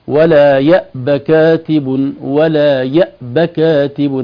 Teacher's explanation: في حفص ميسرة تصدقوا، ولا يأب كاتب، ولا يأب كاتب، هكذا بحركة الباء فقط مع حذف حرف العلة اللي هو الألف المقصورة